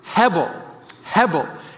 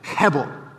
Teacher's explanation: even saying the word sounds like breath, because you have to be all breathy in saying it. Hebel.